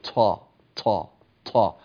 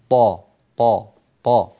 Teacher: لا يخرج معه نفس هواء مصاحب · Shown in: second take · لا نقول طا طا طا لا، وإنما نقول طا طا طا، صوت الطاء مكتوم، هذا معنى كلمة مجهور.